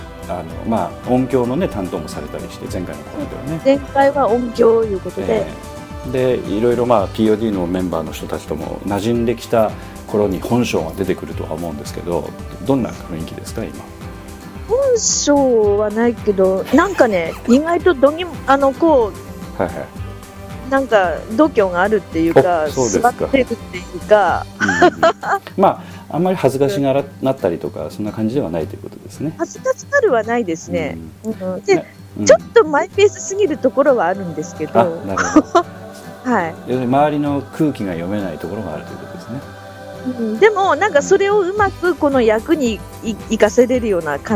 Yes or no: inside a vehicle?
yes